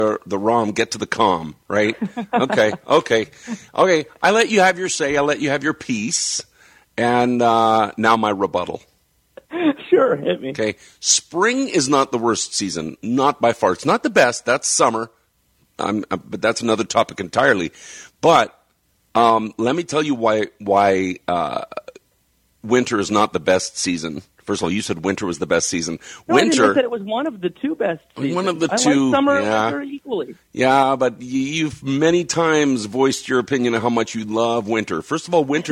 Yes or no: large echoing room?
no